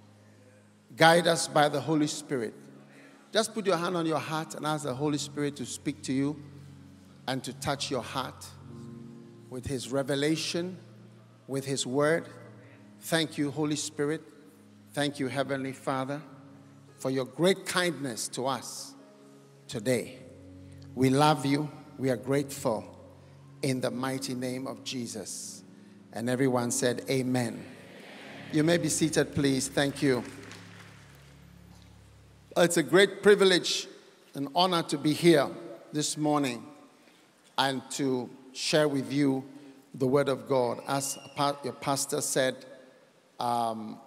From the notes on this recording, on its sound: Preached at The City Harvest Church, Singapore.